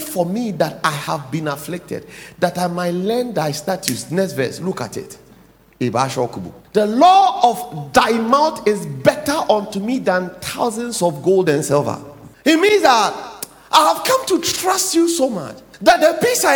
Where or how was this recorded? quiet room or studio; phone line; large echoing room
large echoing room